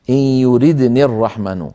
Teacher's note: حذفت الياء التي في آخرها للتخلص من التقاء الساكنين لفظا، وكان الخط مطابقا للمنطوق، فإن وقف عليها مضطرا أو مختبرا يقول إن يريدن من غير ياء في آخرها.